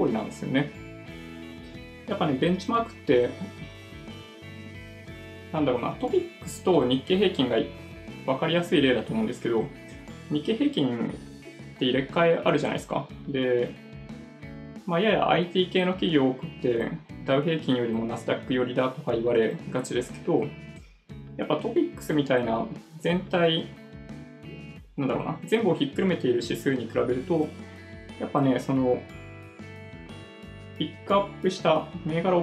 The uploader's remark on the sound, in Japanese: ライブ配信時のマイク設定に誤りがあって、MacBook Pro内臓のマイクで収録されちゃってたっぽいですね。聞き取りにくくなってしまっていて申し訳ありません。